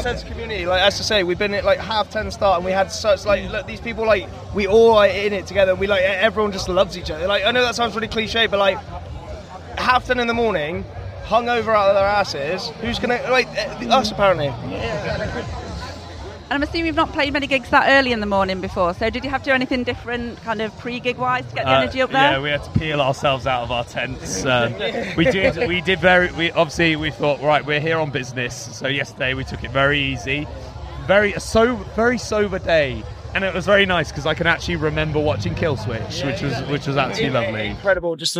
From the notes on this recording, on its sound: Live from Bloosdstock Festival.